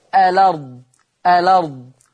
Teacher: فكلمة الأرض اللام ساكنة بعدها همزة، تحذف الهمزة واخد الفتحة اللي عليها وحطها على اللام فيصير النطق الأرض الأرض. · Term: النقل